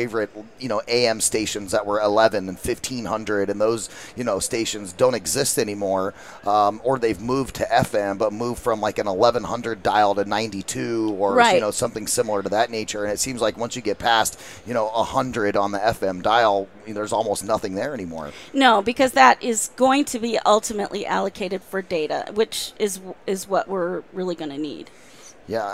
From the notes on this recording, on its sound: Live at NAB 2016. As they go live from the Advanced Advertising Theater on the event floor.